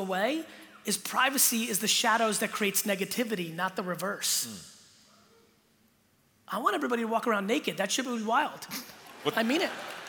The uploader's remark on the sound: Keynote in Sydney